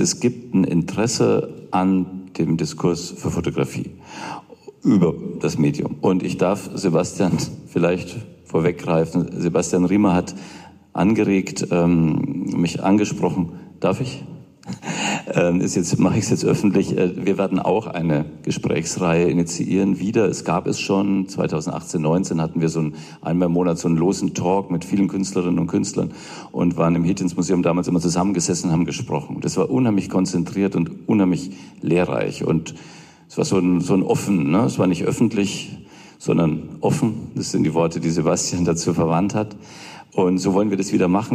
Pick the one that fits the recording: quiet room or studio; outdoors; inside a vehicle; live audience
live audience